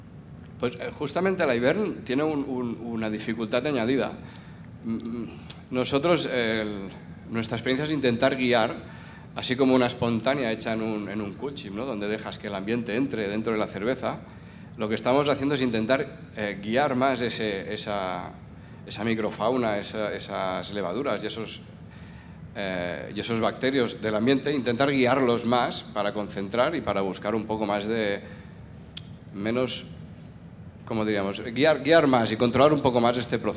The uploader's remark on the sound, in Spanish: Mesa Redonda del Barcelona Beer Festival 2022. Celebrada en el marco del Barcelona Beer Festival 2022, el 16 de octubre, en La Farga de l'Hospitalet.